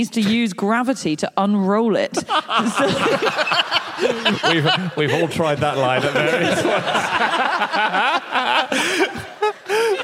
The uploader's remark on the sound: Live from Newcastle